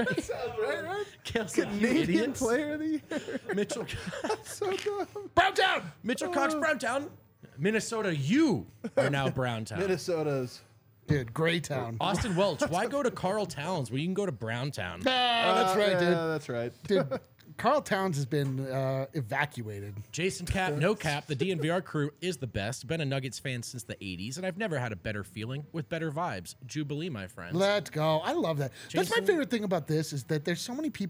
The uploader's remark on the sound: come to you LIVE from the DNVR bar